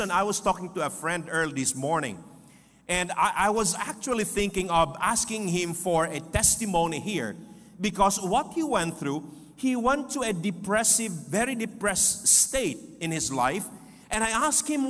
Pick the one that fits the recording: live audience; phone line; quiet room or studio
live audience